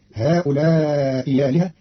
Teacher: قرأ قالون كلمتي هؤلاء آلهة بإبدال همزة آلهة ياء مفتوحة لوقوعها بعد همز مكسور، فتصير هؤلاء آلهة، وهي كذلك في بعض لغة العرب.